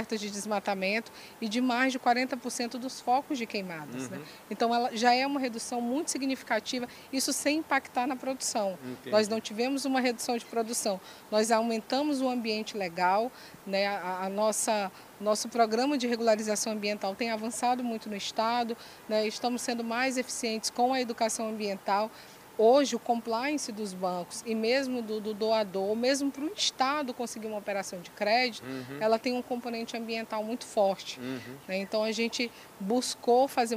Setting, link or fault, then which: setting, busy venue